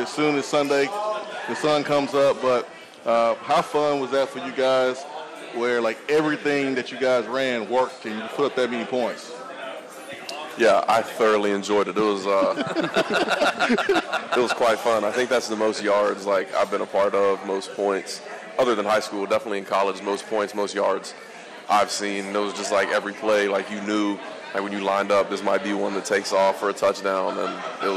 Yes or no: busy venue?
yes